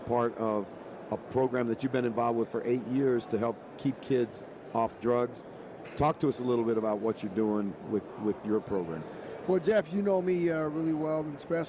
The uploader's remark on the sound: From Radio Row. Live on Radio Row.